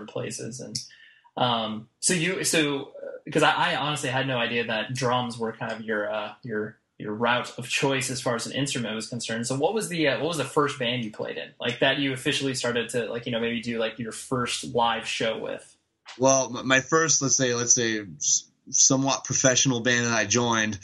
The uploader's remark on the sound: over Skype I chatted with the vocalist